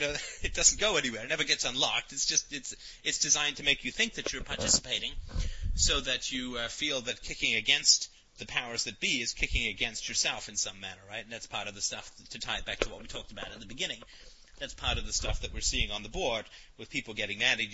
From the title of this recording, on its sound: Call In Show